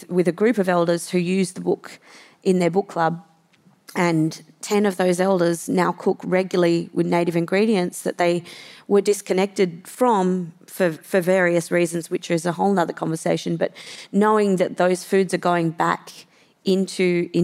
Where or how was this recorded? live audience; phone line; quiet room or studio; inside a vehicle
live audience